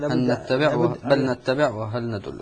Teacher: اللام سقطت ذات صفة، لكن بقيت النون بغنتها موجودة وهي صفة المدغم فيه، كأنها نون مشددة. هي تصبح نون مشددة. · Term: إدغام كامل